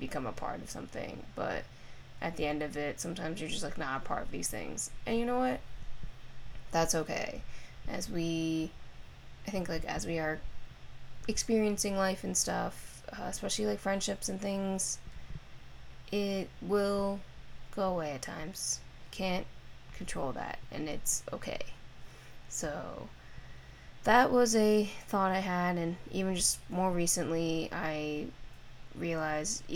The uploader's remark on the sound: a recording on a windy rooftop in the city